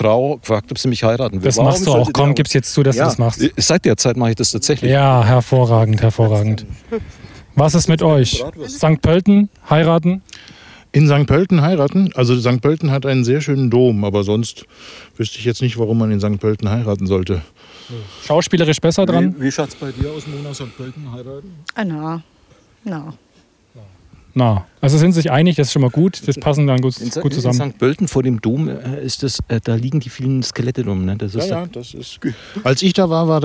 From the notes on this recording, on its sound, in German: Und alles live! Wir haben ihn in seinem Garten besucht. Außerdem dabei: Ketchup am Mikrofonkabel, allerhand Qualm aus dem Grill, Schlüsselgeklapper und Vogelgezwitscher.